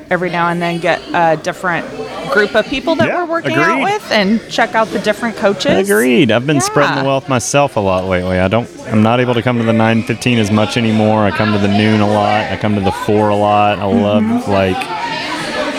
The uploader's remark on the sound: We are live from BLCF for draft night! It's a revolving door of guests.